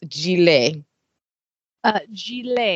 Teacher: The ET at the end is a long A